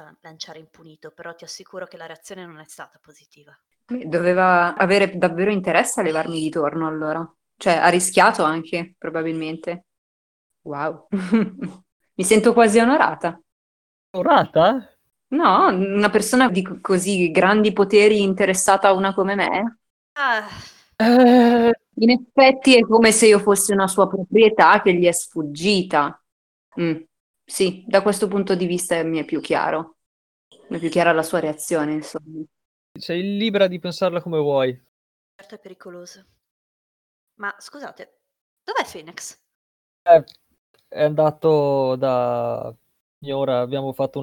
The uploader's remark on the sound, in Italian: Purtroppo la qualità audio non è delle migliori, siamo dei poracci e giochiamo via Discord registrando con "Craig Records!", ma ci stiamo lavorando!